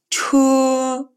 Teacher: это сочетание «ч» с сильным придыханием